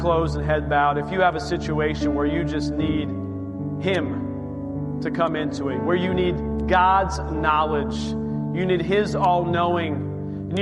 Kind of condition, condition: setting, large echoing room